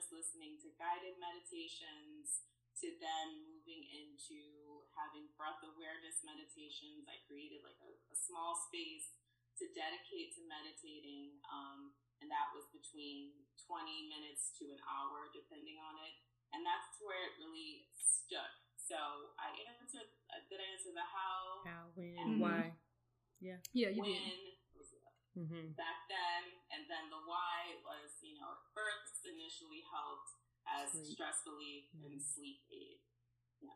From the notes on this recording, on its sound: We apologize for the sound